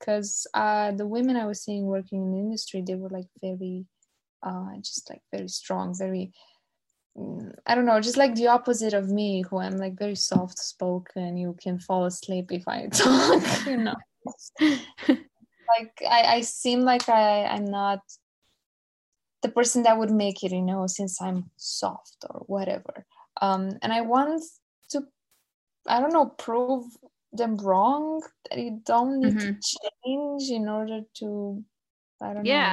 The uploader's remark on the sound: This interview was recorded on Zoom therefore apologies in advance for any glitches in the sound quality/editing. Sorry not sorry for the appearance (audibly at least!).